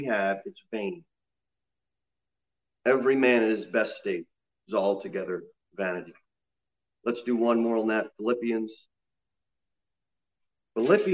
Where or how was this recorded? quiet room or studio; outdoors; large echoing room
large echoing room